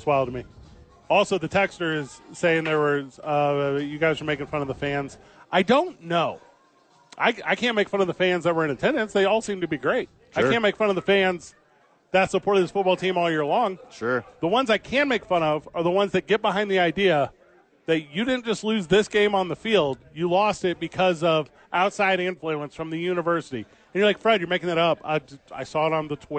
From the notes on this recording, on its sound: live at HOWIES!